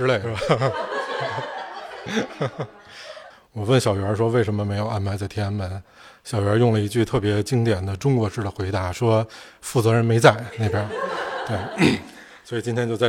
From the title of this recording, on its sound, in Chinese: 线下分享